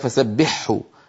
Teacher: أدغم الهاء في الحاء